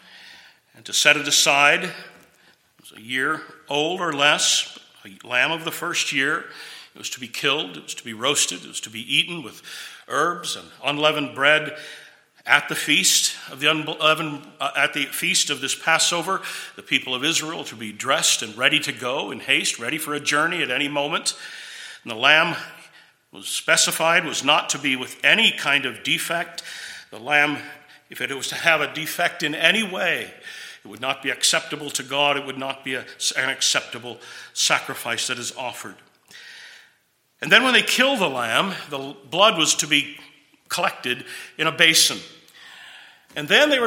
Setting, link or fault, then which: setting, large echoing room